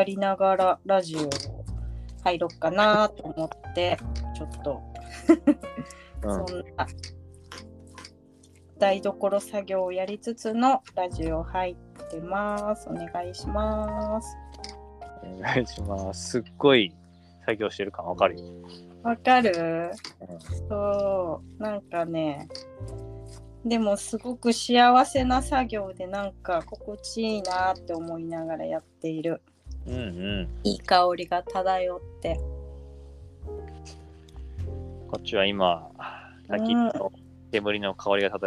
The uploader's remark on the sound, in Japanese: 山中湖の森で焚き火の番をしながらの収録。二人のその自然体な過ごし方がそのまま声と音に残った。